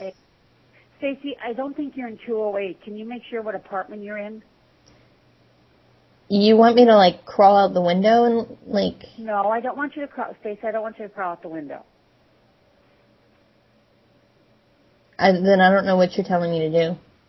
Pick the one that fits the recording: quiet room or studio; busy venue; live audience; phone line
phone line